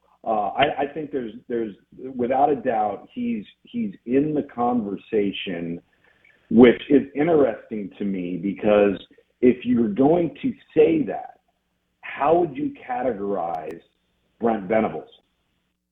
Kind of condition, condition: link, phone line